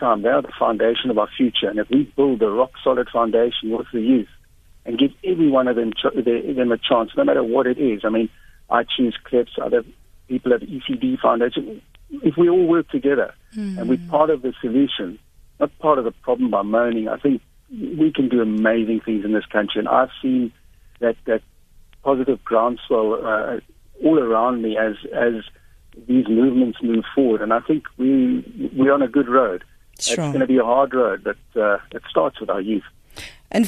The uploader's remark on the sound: GUEST (Phone)